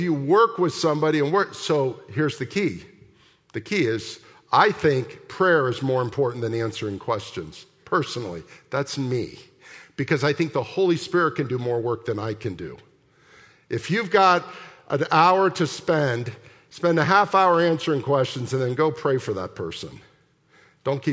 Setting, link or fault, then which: setting, large echoing room